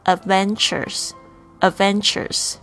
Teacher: 注意一下这个 D 呢，不要发得太重。为什么呢？D 跟 V 这个声音呢，就是都是辅音，所以呢，我们 D 呢，前面的声音好像就弱化了